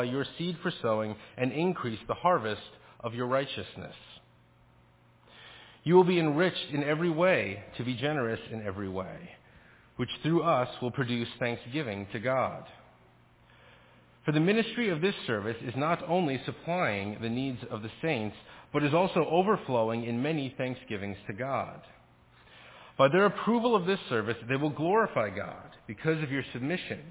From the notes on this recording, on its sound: Faith Presbyterian Church – Evening Service